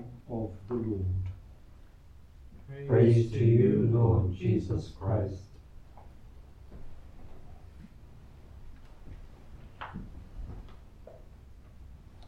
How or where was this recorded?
live audience